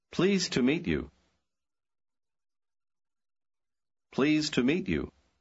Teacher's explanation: конечный звук «да» в слове pleased почти не слышен